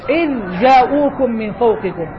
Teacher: الذال من طرف اللسان والجيم من وسط اللسان، وما أدغمنا